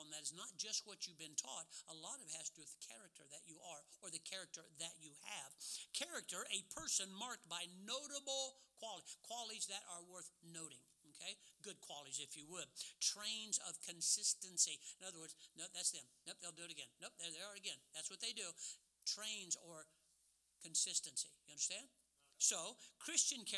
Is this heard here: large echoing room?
yes